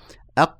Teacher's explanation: القاف والكاف تخرجان من أقصى اللسان مع ما يحاذيها من الحنك الأعلى · القاف تخرج من الحنك اللين